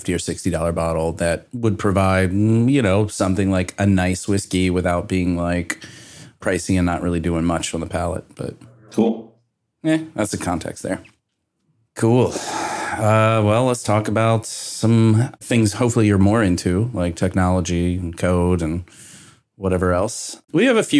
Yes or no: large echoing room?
no